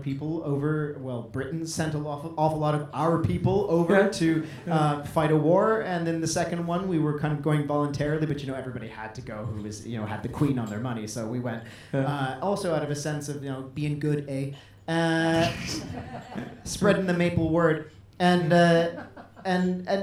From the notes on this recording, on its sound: Recorded at Mascot Bar & Live Stage on 3.